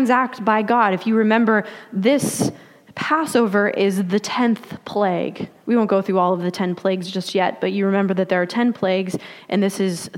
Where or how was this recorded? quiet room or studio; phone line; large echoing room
large echoing room